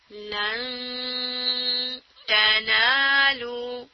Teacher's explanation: آپ کی زبان نون کے مخرج کی طرف اٹھ رہی ہے لیکن اس کو ٹچ نہیں ہونے دینا · Term: اخفا